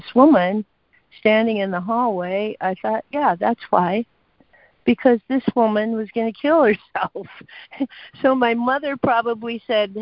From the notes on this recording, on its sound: ACIM Daily Conference Call